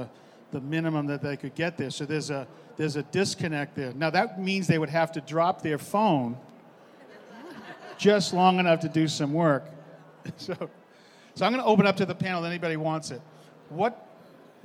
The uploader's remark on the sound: Recorded live from the KBISNeXT stage.